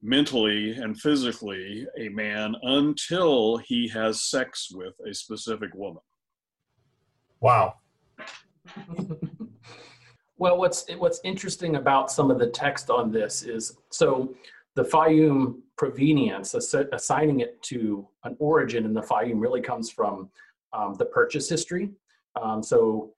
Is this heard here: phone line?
no